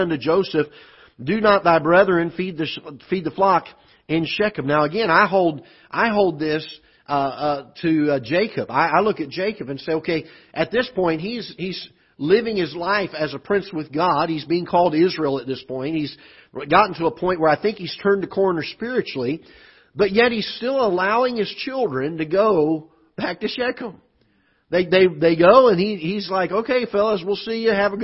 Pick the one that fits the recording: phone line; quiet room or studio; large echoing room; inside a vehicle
large echoing room